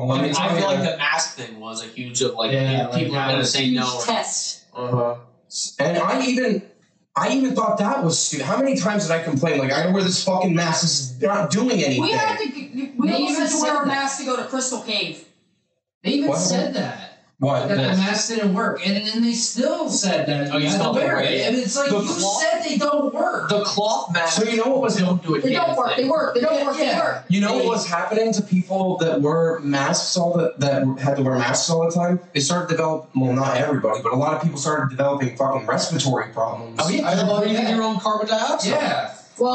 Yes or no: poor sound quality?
yes